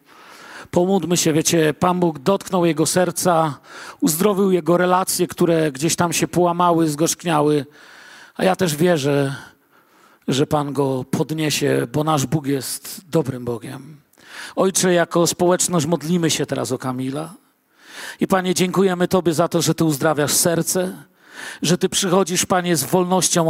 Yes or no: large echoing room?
yes